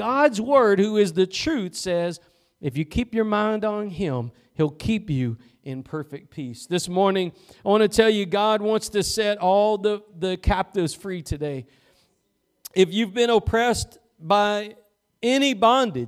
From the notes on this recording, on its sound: Preached at Gospel Lighthouse in Bossier City, La.